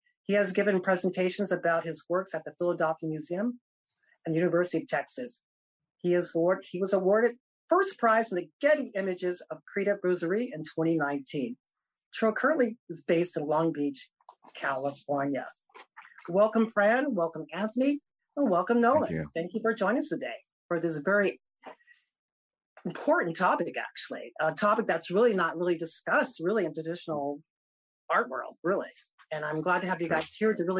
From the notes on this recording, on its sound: This program was recorded via video conference on March 29th, 2022 by the Commonwealth Club of California.